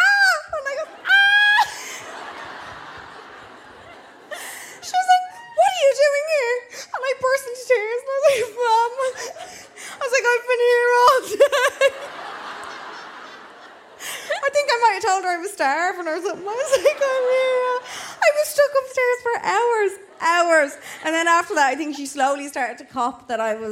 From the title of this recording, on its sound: Hold My Drink LIVE at Vicar Street: 4th April 2023